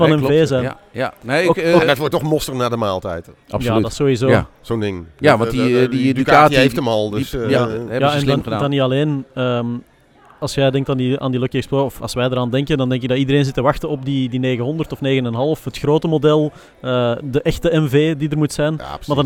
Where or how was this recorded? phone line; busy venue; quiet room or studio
busy venue